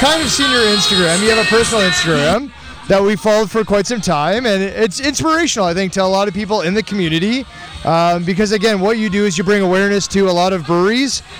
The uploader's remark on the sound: We are back at it again with a stop in Cambridge, Ontario for Octob...sorry Oaktoberfest! Live again, we had a wonderful opportunity to come out to the first Oaktoberfest put on by Reverence Barrel Works and Brolly Brew Co.